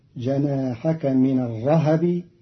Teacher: قرأ قالون كلمة الرهب بتحريك الهاء